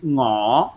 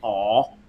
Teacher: even Cantonese speakers are kind of lazy and they will usually cut off that ng and they'll just say aw · Shown in: second take